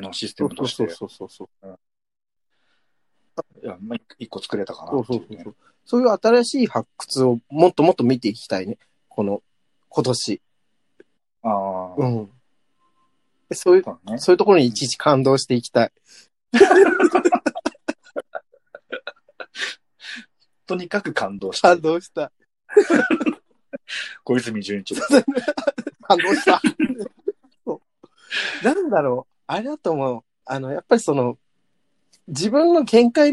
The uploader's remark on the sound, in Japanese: 最初だけなんかちょっとずれてる。。ZOOM収録です。